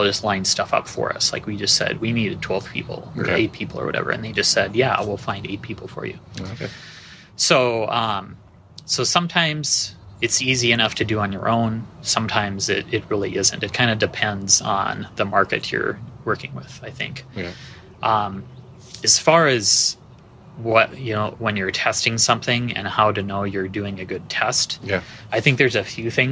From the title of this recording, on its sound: Live from SXSW